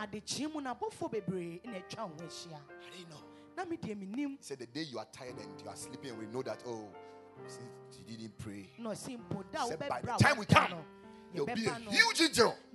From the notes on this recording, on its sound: Preached at the Ekklesia Campus.